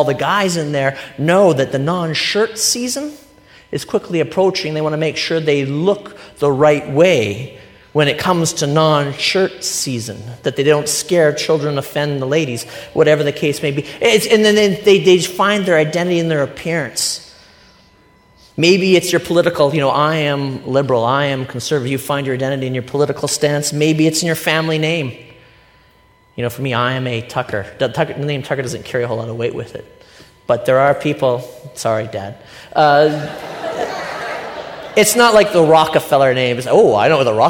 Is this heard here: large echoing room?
yes